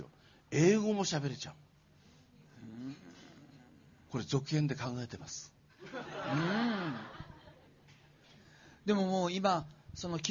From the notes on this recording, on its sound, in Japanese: TSUTAYA TOKYO ROPPONGIにて開催しました。公開収録イベント。